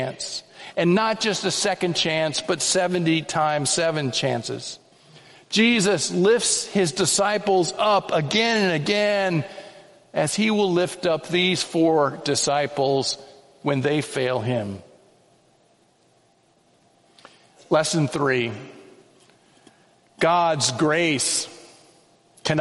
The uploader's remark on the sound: The Children's Sermon & Sermon were preached on Sunday, January 28, 2024 at First Presbyterian Church of Allentown.